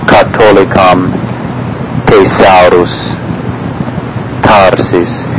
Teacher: TH is like CH, the H is in effect silent and it's pronounced just as a simple T would be.